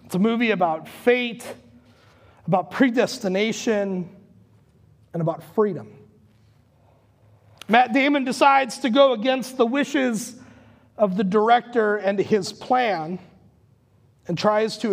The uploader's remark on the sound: Recorded live at Word of Life Church in Le Sueur, Minnesota on July 4th, 2021.